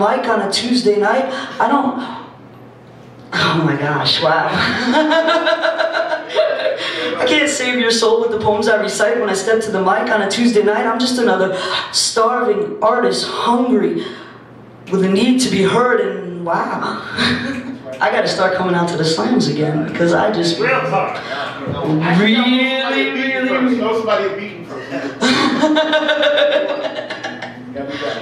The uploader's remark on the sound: Performing at the 10x10 Festival in Pittsfield, MA on February 18, 2013, presented by WordXWord.